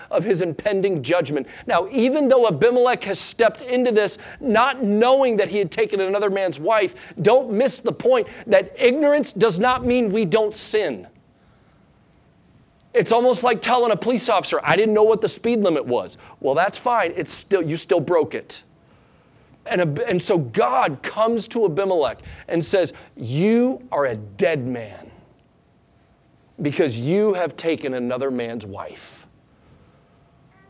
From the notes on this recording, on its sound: Sunday Morning Sermon Audio